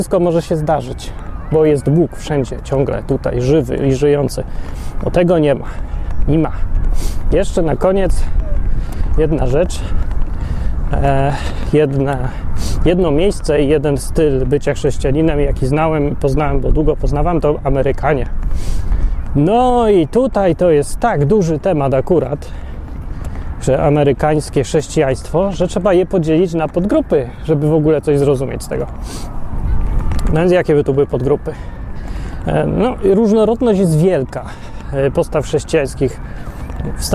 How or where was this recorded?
outdoors